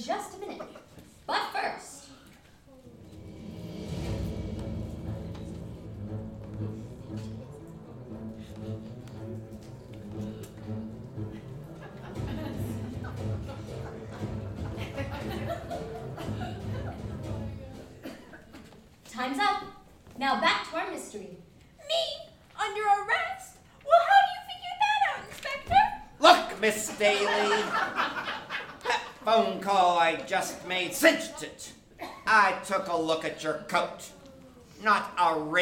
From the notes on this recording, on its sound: Broadcast Live 1940’s-style Radio Show from Julian Town Hall. Produced by: East County Performing Arts.